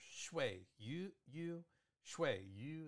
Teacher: so that's fourth tone shui, and yu is first tone